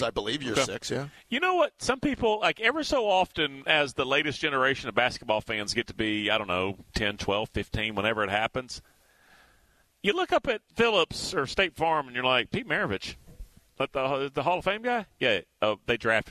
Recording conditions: busy venue